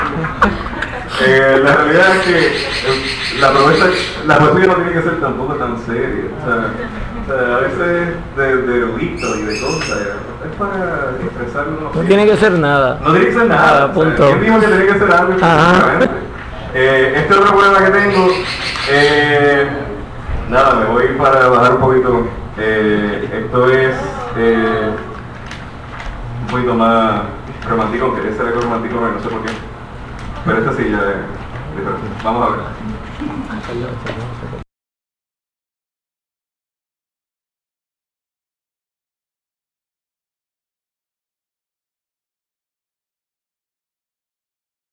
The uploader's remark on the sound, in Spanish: Live at The Poet's Passage- 2010. Esta versión de la canción fue grabada en vivo en el Poet's Passage en el 2010.